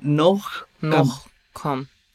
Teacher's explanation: put a little glottal h in that